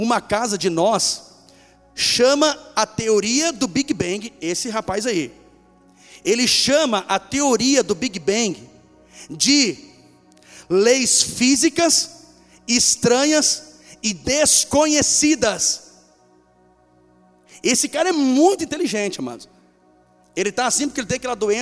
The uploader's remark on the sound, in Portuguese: Esta mensagem foi gravada ao vivo no dia 25 de Outubro de 2014 num sábado a noite.